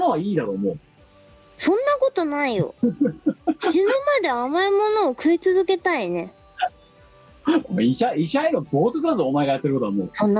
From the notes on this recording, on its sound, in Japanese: 本番組はリモート収録です。収録時環境の影響により、聴き取り辛い部分があります。